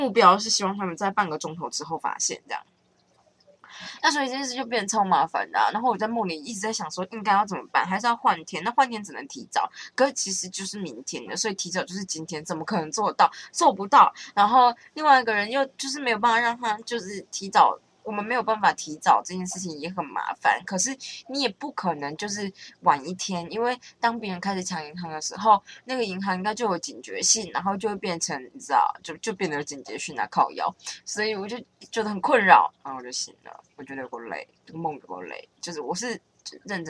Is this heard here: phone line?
no